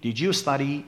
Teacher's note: وقتی صدای د به صدای ی میرسه، خود به خود به طور غیر ارادی یک صدای ج خفیفی بین این دو تلفظ میشه، اونم زمانی که ما جمله رو سریع بگیم. · ولی وقتی سریع میگیم did you study، این صدای ج شنیده میشه · Term: assimilation, همانندسازی